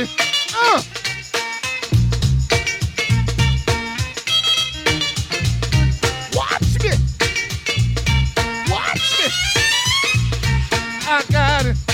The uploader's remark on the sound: Recorded at The Do-Over Brooklyn as part of #THEDOOVER10 (August 9, 2015)